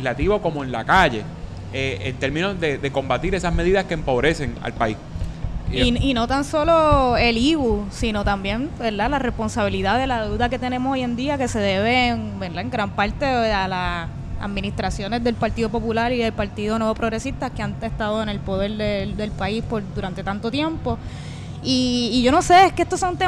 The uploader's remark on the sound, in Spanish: Radio Inde desde la SanSe 2019. Conversamos en vivo desde las Fiestas de la Calle San Sebastián 2019.